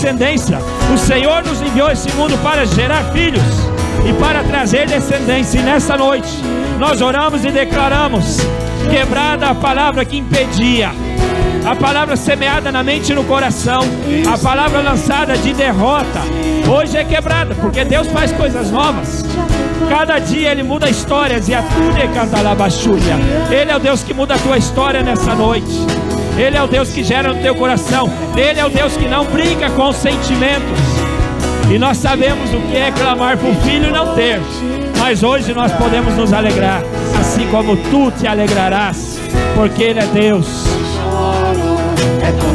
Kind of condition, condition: setting, large echoing room